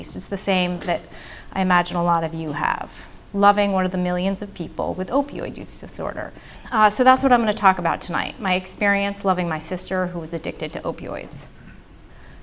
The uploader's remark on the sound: The talk was recorded at the Brooks Memorial Library in Brattleboro. For our First Wednesdays program.